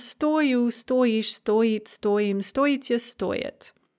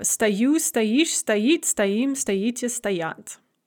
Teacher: the only difference between стоить and стоять in the conjugated form is the stress